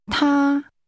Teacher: The Mandarin word for he is pronounced with a high-level tone.